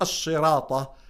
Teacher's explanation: أحسستي أن لفظ الصاد لم يخرج صادا، خرج مشبعا بالشين مثلا